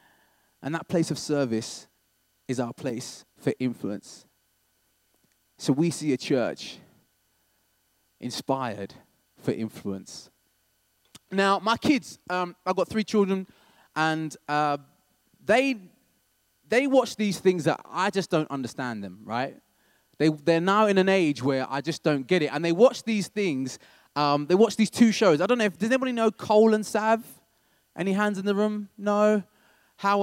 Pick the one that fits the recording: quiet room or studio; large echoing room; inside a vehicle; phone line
large echoing room